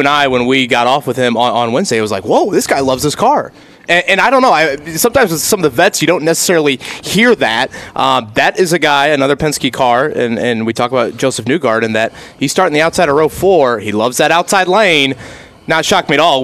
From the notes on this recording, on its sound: LIVE AT CARB DAY!